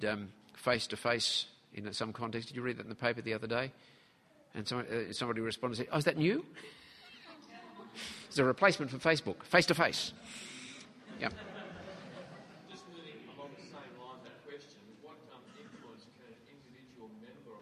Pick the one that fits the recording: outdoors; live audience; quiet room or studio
live audience